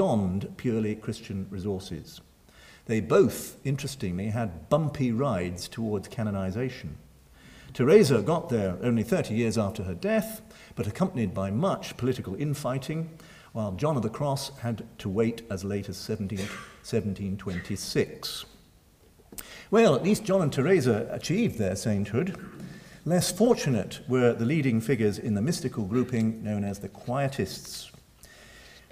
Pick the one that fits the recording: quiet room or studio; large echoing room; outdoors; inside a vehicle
large echoing room